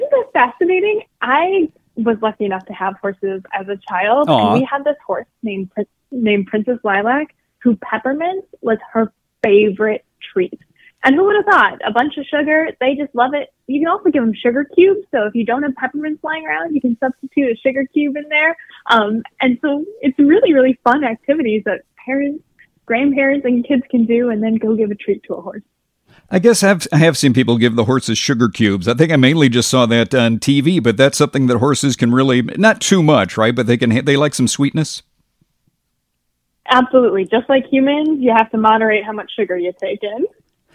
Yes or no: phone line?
yes